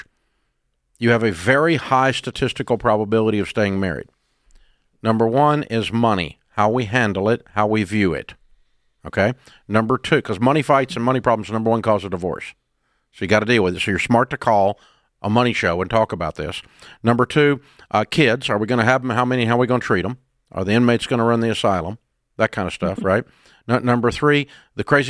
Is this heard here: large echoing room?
no